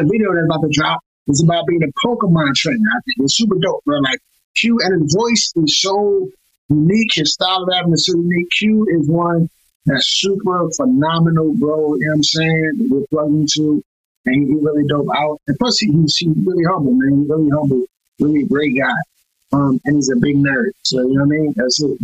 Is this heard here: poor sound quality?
yes